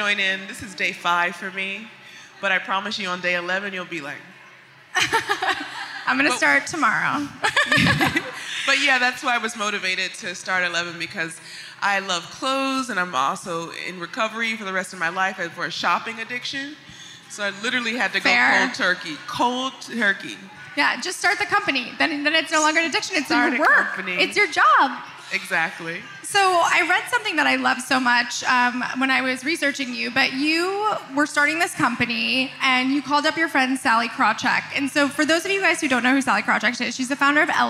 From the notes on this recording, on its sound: Live from Vision Summit. This minisode is coming live from the first ever Create & Cultivate Vision Summit. Took to the main stage for a keynote conversation.